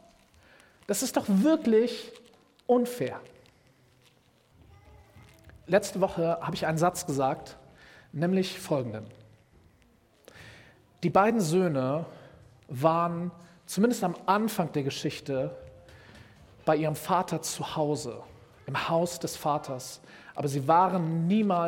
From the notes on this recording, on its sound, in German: Predigt im Rahmen des GreifBar+ Gottesdienstes